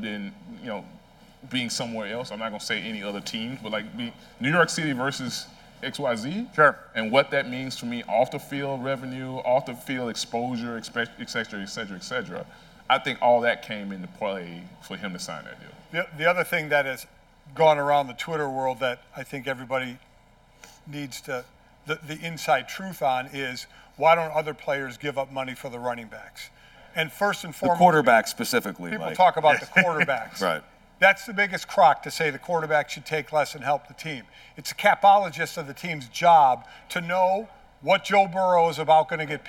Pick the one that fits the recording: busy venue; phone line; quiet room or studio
busy venue